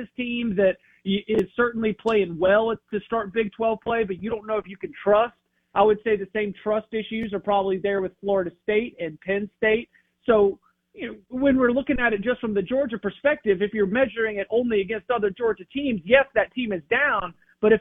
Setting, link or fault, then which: link, phone line